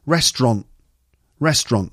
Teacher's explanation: So the last T is just elided, really. It's not restaurant.